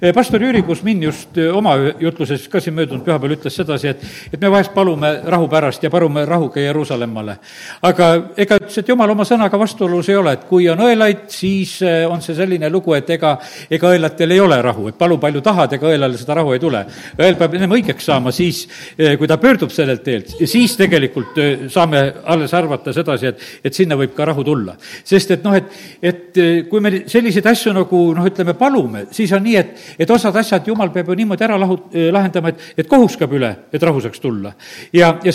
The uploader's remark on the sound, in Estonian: Audio salvestus koosolekult